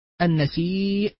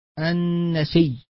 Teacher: وأما الإدغام ففيما آخره همز بعد ياء أو واو زائدتين فإنه يوقف عليه عند حمزة أيضا بالإدغام بعد إبدال الهمز من جنس ما قبله · Shown in: second take · نحو النسيء يقف عليها حمزة النسي.